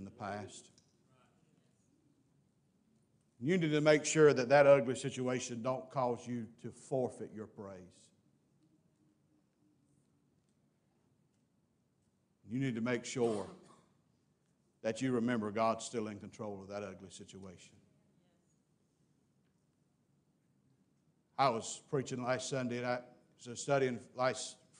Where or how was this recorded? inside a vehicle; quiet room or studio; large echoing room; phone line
large echoing room